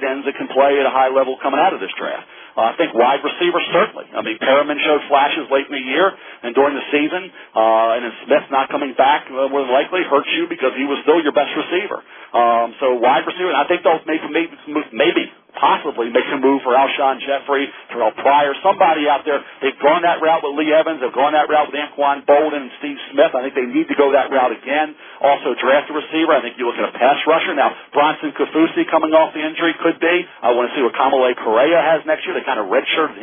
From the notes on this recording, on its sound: this media conference call